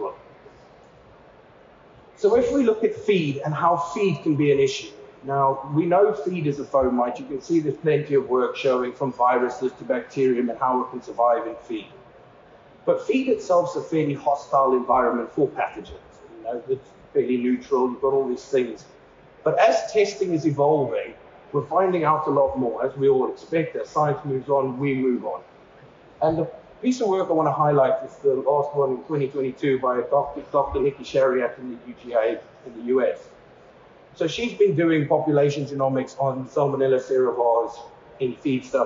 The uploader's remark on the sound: A session from EuroTier.